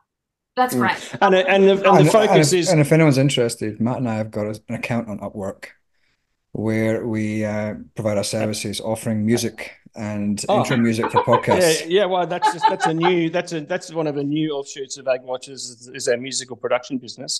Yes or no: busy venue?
no